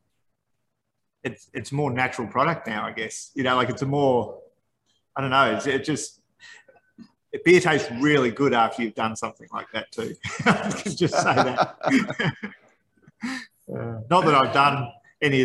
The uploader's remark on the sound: This chat was part of Cloud Culture ’s recent beer tasting Zoom event. This chat was part of Cloud Culture ’s recent beer tasting Zoom event.